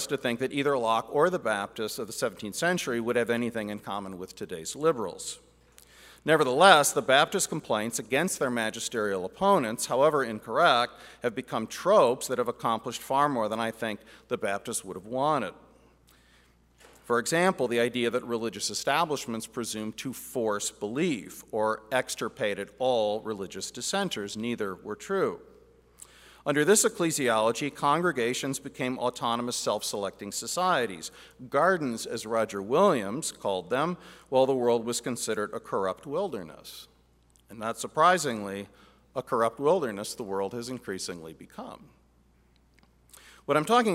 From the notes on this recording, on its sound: Address at the Miami National Conservatism Conference on September 12, 2022. NatCon 3 Miami.